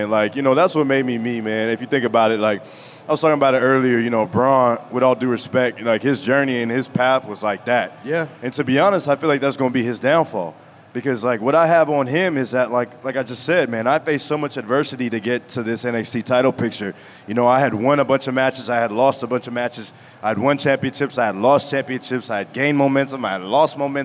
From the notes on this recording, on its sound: live at the WrestleMania Superstore